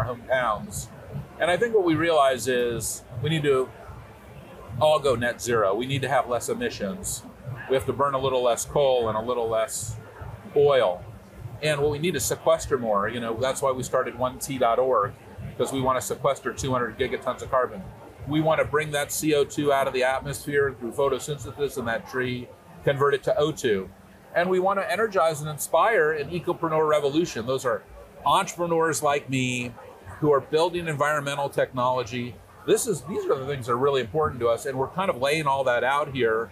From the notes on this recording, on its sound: A special episode at Dreamforce, the software and cloud giant's annual technology conference in San Francisco. This year's Dreamforce attracted 40,000 attendees.